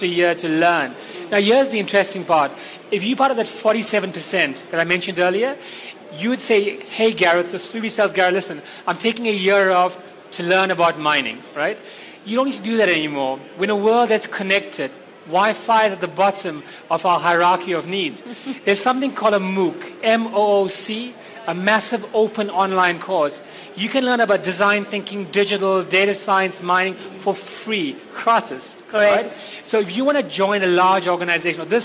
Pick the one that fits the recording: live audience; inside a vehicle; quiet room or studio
live audience